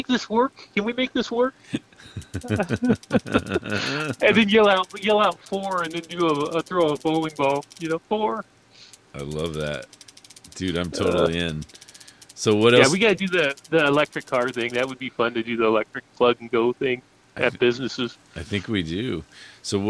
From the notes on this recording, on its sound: Living on the Ledge LIVE on the side of the Oxnard tower in the rain storm.